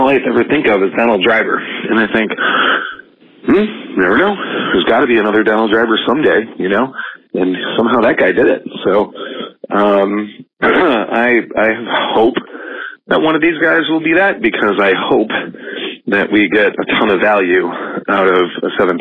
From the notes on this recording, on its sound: The Green Bay Packers call-in show. Where passionate fans share their thoughts.